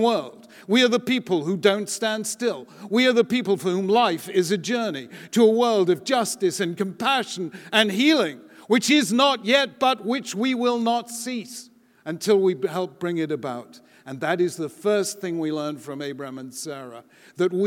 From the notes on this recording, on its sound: delivered the opening plenary keynote address at the Jewish Federations of North America's annual General Assembly in Washington DC